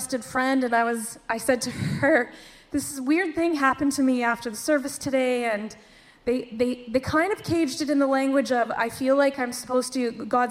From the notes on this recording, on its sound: Share a discussion with live Q&A in a special edition of onramp. This podcast was recorded live at Northside Foursquare Church.